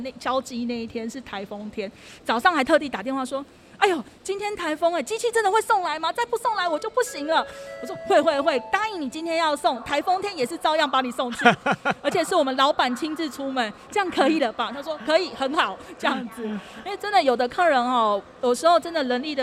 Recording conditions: busy venue